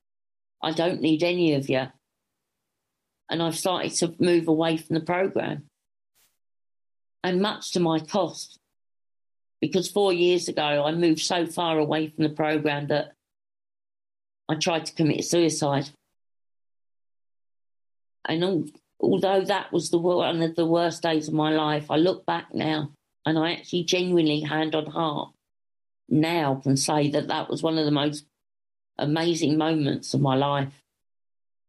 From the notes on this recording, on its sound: at the magical mystery tour zoom meeting